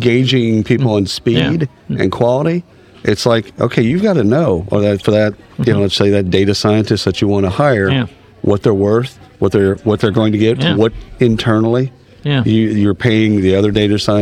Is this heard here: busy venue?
yes